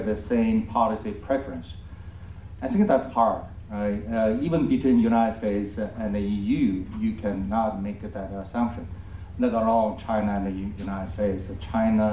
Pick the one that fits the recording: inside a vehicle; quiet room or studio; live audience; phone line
live audience